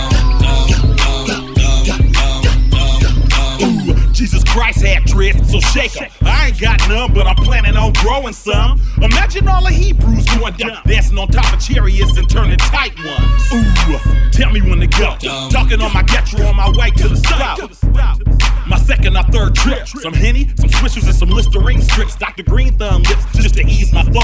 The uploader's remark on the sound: recorded from Drai's Afterhours in Las Vegas, NV on 11-2-19